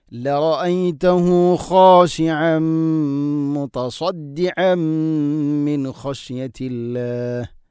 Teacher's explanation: തൻവീനിനെ മീമിലേക്ക് ഇദ്ഗാം ചെയ്തുകൊണ്ട് കൂട്ടിലയിപ്പിച്ചുകൊണ്ട് ഉച്ചരിക്കണം, മണിച്ചുകൊണ്ട് ഉച്ചരിക്കണം · Term: ഇദ്ഗാം ബിഗുന്ന